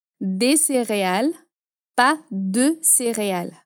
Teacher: esse e do de, ele é fechadinho para diferenciar do plural